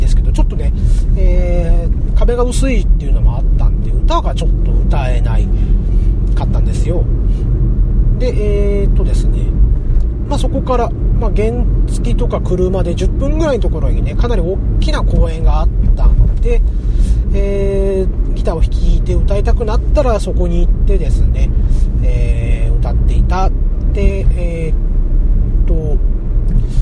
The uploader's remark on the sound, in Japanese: 今回も車中録音ですので、聞き取りにくいと思いますが、ご容赦下さいませ。